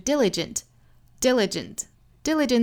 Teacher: 这个词它其实正确的读音呢应该是重读在第一个音节上的